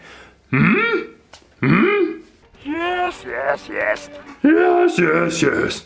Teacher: But they send a lot of noise up through the nose. So the throat is down, but there's also a lot of noise going up, air going up through the nasal cavity. · it's a very throaty voice that's creating that sound, which means that the larynx are kind of pushed down quite low